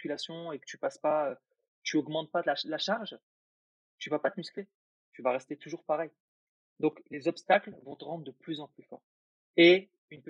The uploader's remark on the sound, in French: On enregistre avec nos superbes nouveaux micros. La qualité audio n'est pas aux RDV certes.